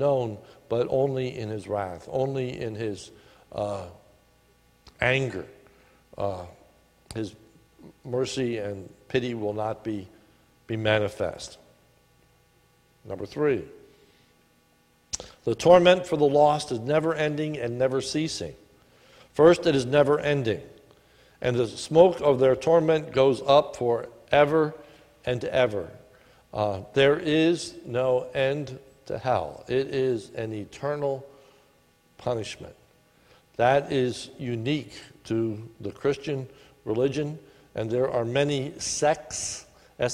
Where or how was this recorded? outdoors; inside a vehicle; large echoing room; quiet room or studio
large echoing room